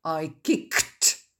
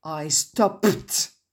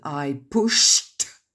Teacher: cela concerne des sons consonnes sourds, donc explosifs sans vibrer dans la gorge. On a le K, le P, le S, le SH, le TCH, le F.